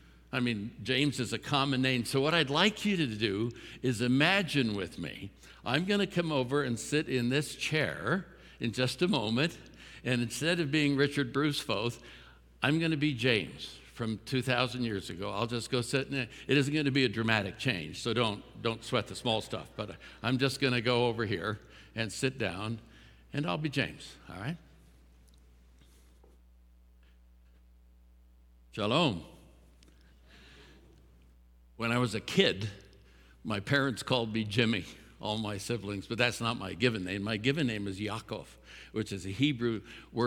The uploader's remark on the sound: At Timberline Church - Audio. Live.